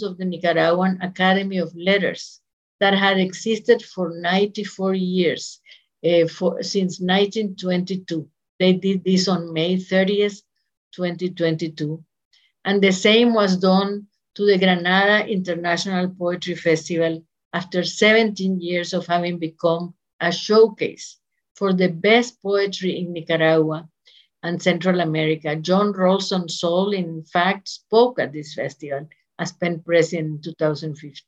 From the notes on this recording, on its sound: This episode is a recording of an online panel of writers and activists discussing the situation surrounding freedom of expression globally.